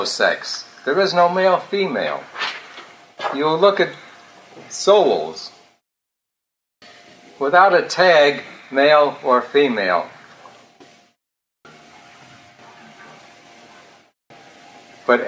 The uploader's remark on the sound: I cleaned up the audio a bit as the original was noisy.